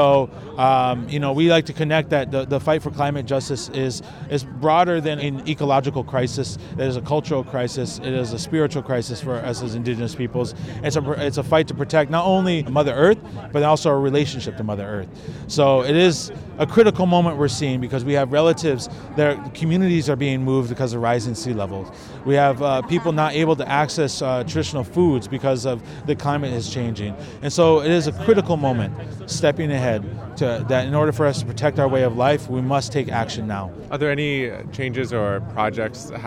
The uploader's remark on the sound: A mass mobilization of over 10,000 climate activists gathered near the Arc de Triomphe and marched to the Eiffel Tower. We went down to hear the sounds and meet some of the people taking part.